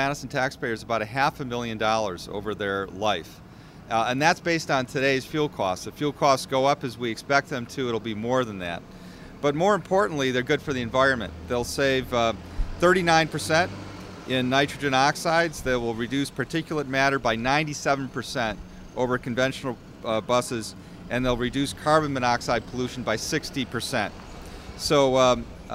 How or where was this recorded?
busy venue